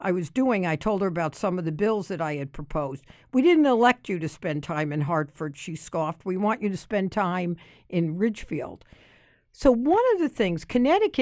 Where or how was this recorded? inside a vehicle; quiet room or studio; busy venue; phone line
quiet room or studio